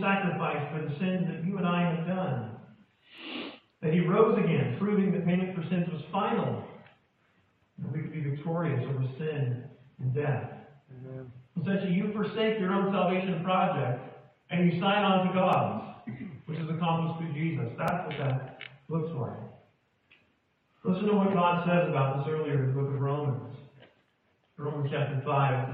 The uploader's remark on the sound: poor audio